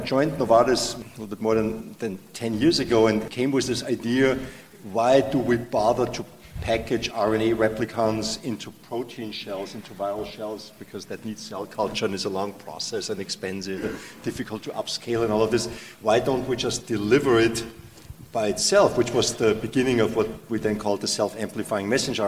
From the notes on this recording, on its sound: this panel discussion recorded at the 8th annual Partnership Opportunities in Drug Delivery (PODD) conference